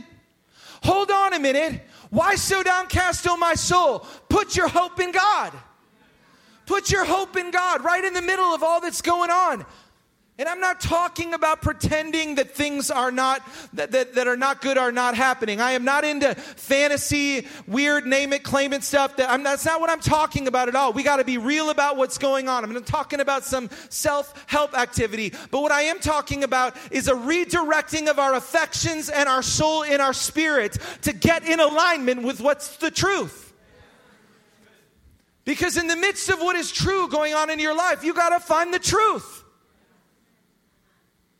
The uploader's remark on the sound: Recorded live at Hope Church in Springfield, Mo.